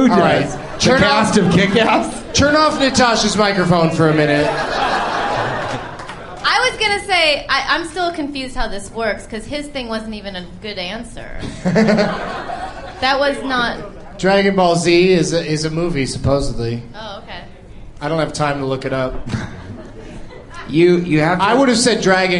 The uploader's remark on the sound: Recorded live at the Irvine Improv